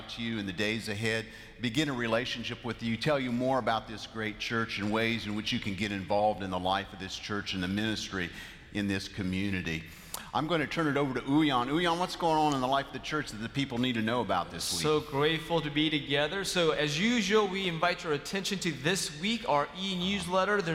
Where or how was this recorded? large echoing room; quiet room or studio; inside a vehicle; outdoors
large echoing room